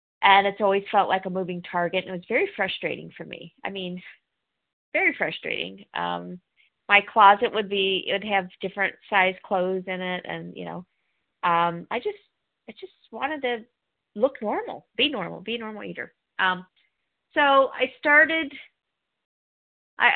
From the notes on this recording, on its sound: 100 Pounders Phone Meeting.